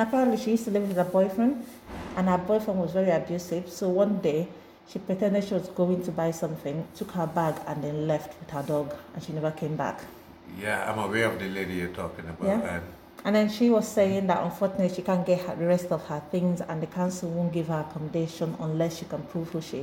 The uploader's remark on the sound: This was an impromptu recording so has some background interruptions due to everyday living that could not be helped.